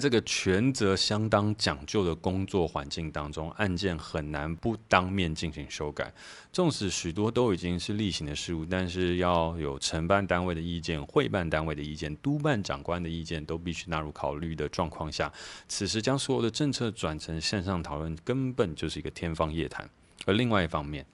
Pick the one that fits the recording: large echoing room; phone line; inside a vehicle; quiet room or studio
quiet room or studio